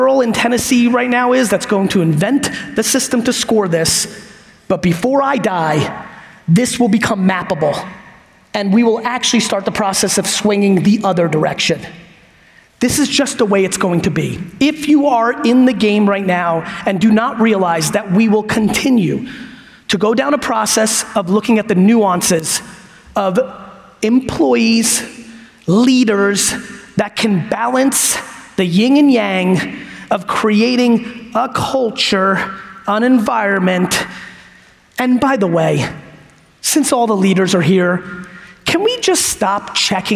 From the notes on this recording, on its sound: from the LinkedIn Talent Connect Keynote I gave in Dallas